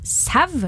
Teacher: Hei, har lagt merke til at noen Østlandets spørsmålstegn uttaler U i au som en V. De sier sev og ikke sau, ofte med veldig trykk på V-en.